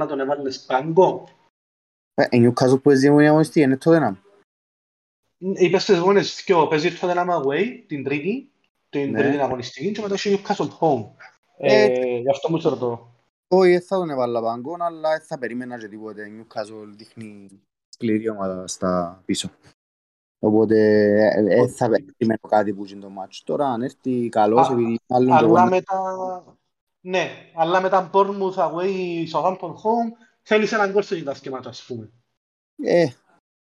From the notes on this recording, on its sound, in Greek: Live συζήτηση στο discord του FPL Cyprus